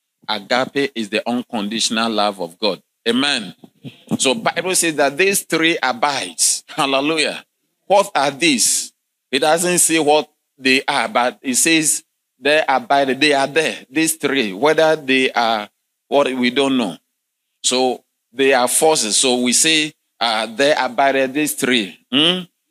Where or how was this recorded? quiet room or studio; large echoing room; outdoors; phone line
large echoing room